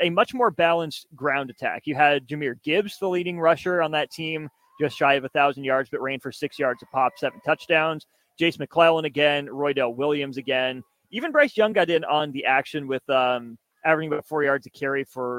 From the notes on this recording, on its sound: LIVE from CHI Health Center